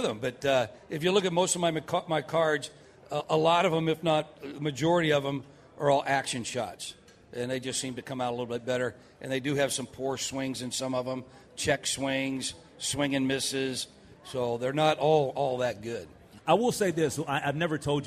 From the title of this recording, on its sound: LIVE at TwinsFest 2024!